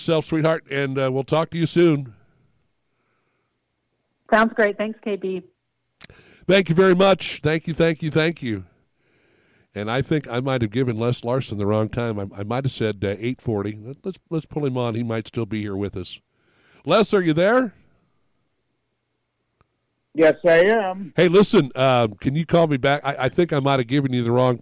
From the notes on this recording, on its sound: called